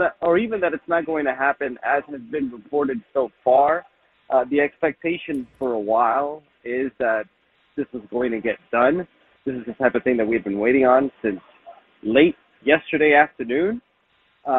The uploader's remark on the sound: took some phone calls